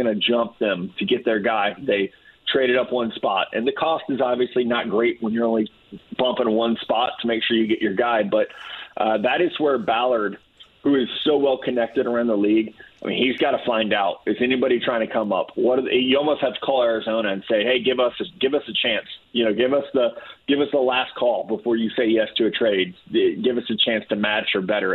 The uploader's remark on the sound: opens the phone lines up so he can take some calls and questions from listeners